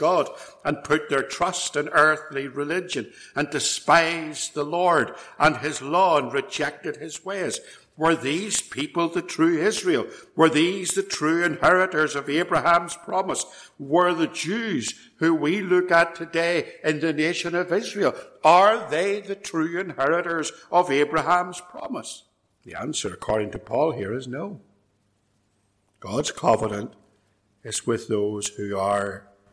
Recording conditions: large echoing room